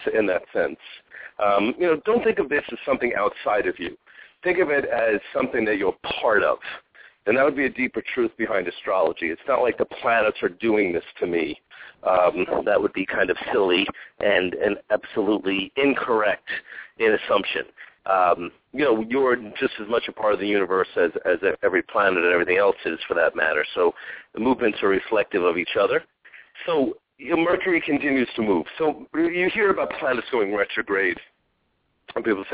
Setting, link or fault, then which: link, phone line